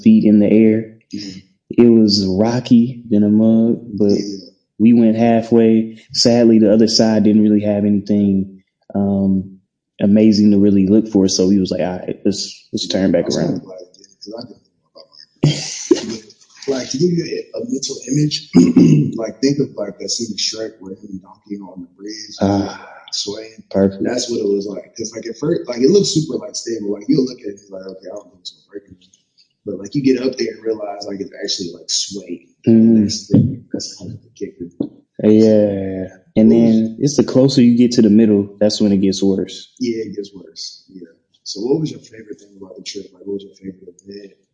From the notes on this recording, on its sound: Audio Issues. We weren't in the best setting to record, and we didn't have all of our equipment.